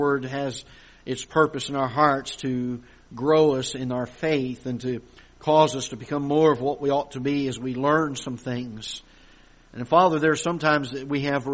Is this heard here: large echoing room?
yes